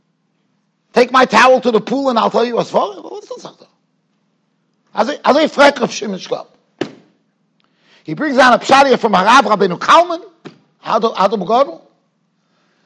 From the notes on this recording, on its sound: Shiur recorded in Yeshivas Ohr Reuven, Monsey, NY.